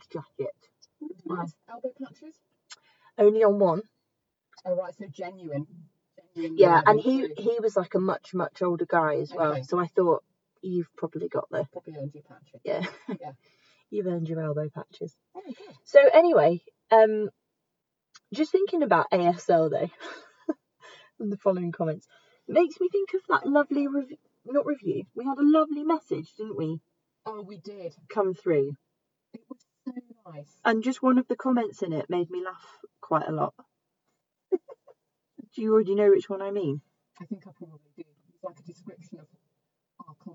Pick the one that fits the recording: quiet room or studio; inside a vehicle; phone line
inside a vehicle